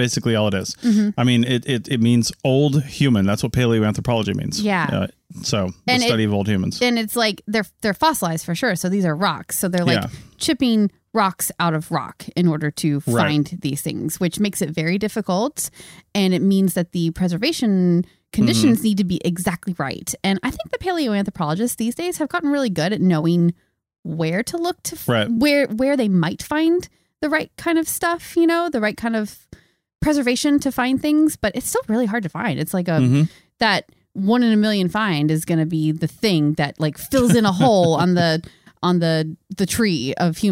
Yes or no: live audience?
no